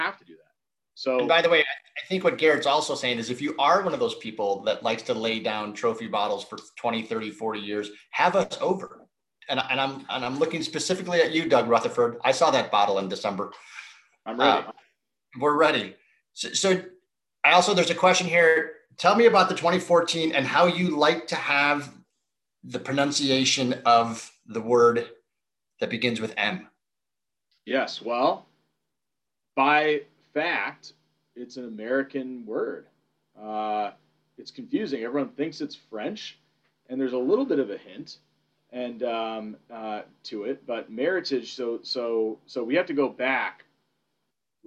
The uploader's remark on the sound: SIP Virtual Wine Tasting & Q&A. Trinitas Cellars in Napa Valley.